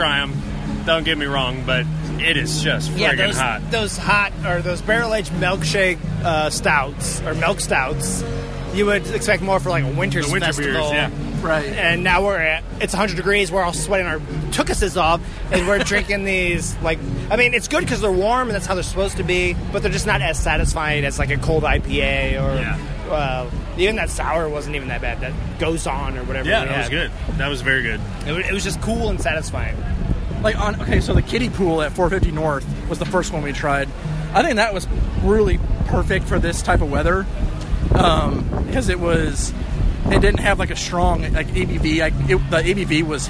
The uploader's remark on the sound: We take the show on the road and record live at 2Toms one year anniversary luau, sponsored by Indy Craft Brews.